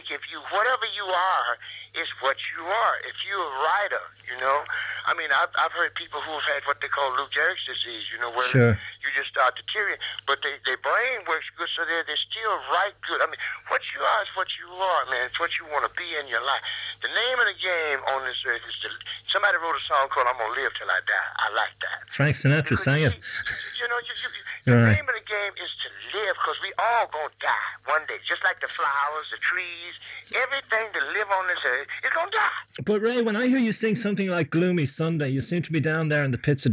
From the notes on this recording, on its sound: This was only a phone chat